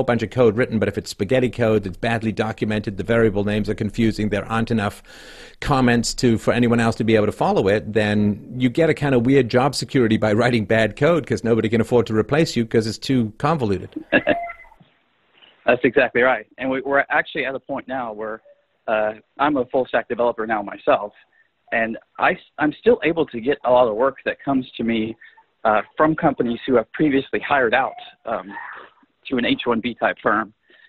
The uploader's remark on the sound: During a segment of the Freedomain Call In Show